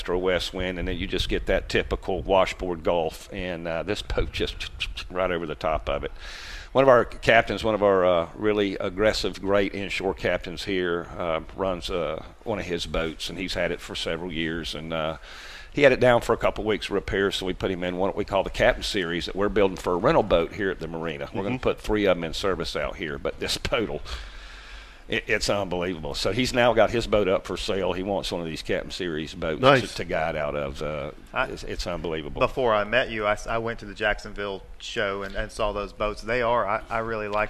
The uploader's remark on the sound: do the show live from Steinhatchee River Club!